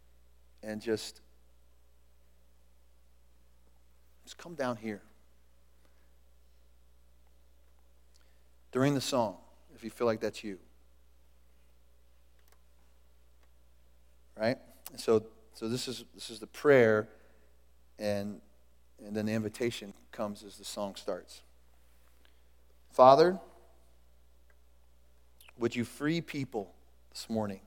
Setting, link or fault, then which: setting, large echoing room